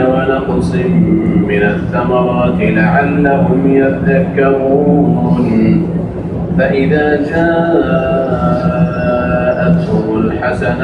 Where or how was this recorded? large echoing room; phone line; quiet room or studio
large echoing room